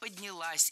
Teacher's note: Ударение падает на последний слог, поближе к части «с».